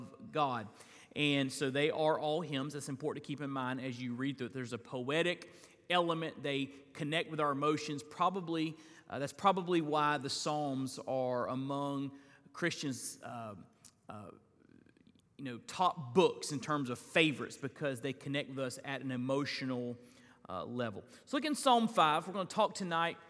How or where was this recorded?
large echoing room